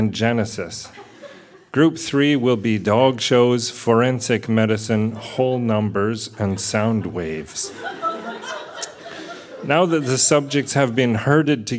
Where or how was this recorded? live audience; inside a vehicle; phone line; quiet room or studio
live audience